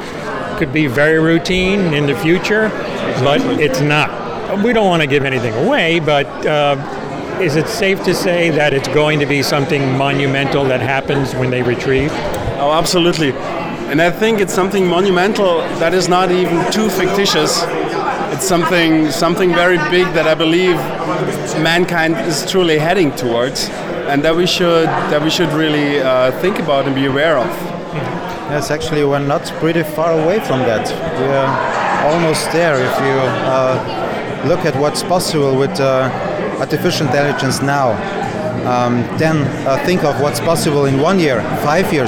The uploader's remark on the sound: Here is a red carpet that I covered at the Tribeca Festival for short sci-fi films called Into The Void.